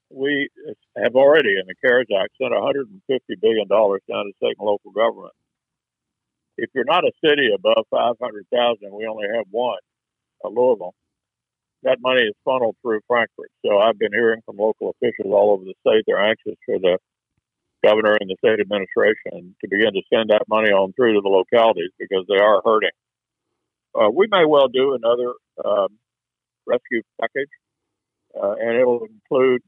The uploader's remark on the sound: via phone